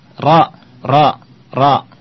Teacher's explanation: pengucapannya kalau ro di fathah tidak monyong.